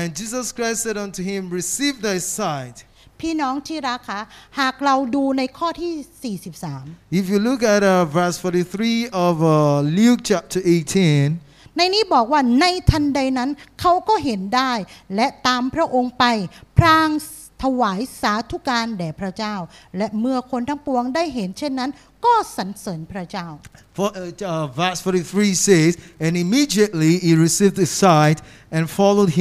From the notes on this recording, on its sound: This Sunday sermon was Preached Live